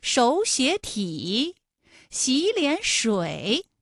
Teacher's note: 情况下的音变情况啊，应该是第一个音节第二个音节都变成三五，就是二声，哎，也就成了本来是三个三声吧，214加214加214，那演变成了前两个音节是二声，也就是三五，三五加三五，最后一个字是214 · 前两个字都是二声，第三个字是三声